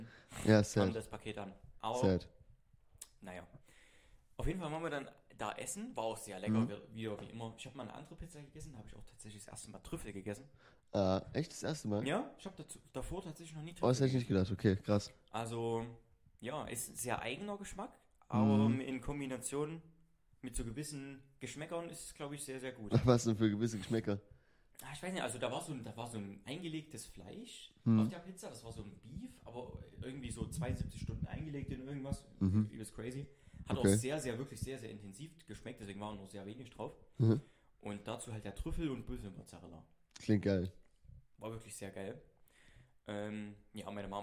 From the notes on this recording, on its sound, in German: Wir hatten während der Aufnahme ein technisches Problem, deshalb ist heute der Sound nicht in gewohnter Qualität.